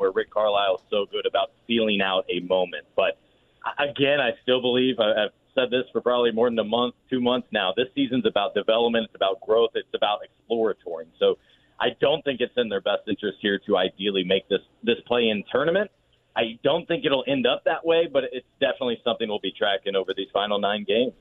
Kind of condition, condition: link, phone line